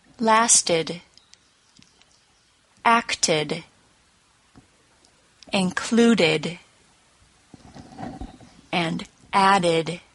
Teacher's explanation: If a word ends in a T sound or a D sound, and I mean that it ends in one of those sounds before the ED is added, the ED ending will sound like id, which is a combination of a short I sound and a D sound. This happens whenever we need to add a syllable to a word when the ED ending is added. · Notice that all of those words ended in either a T sound or a D sound before the ED was added, and that after the addition of the ED ending, the words all ended in id, and none of the words ended in it.